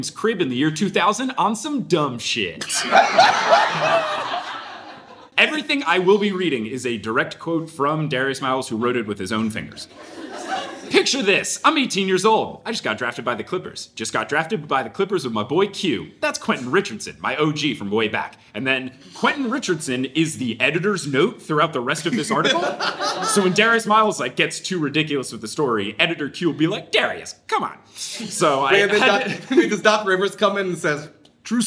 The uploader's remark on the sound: LA Live Show Extravaganza. Live in LA.